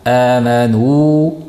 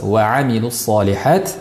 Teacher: amanu cho'zamiz va amilus solihat alohida etilinadi · Term: mad harfi